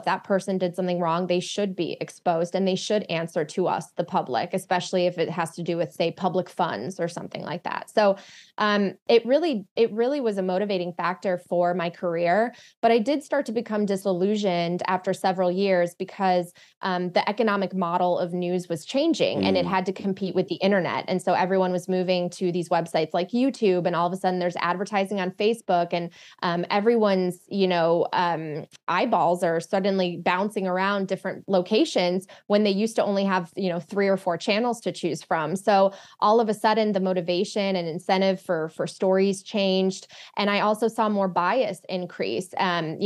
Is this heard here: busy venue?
no